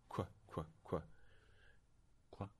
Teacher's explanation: In the case of, of this sound, the labialized velar plosive, qu, qu, that is to say, a k sound with lips around it